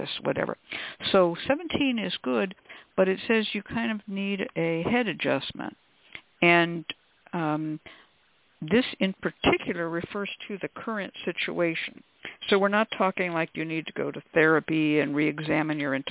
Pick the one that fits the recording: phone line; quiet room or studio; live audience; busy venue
phone line